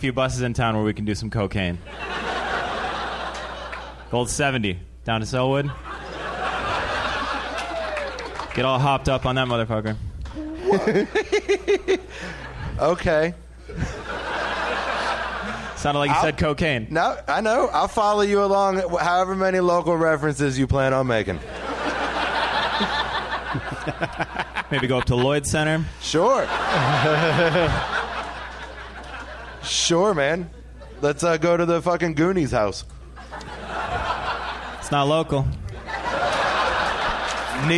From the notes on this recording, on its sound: Live from the Helium Comedy Club in Portland, OR